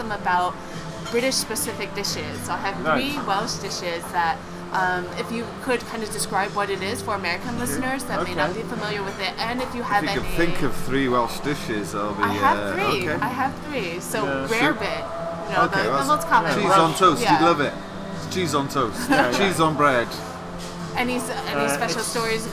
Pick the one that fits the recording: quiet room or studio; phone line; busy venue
busy venue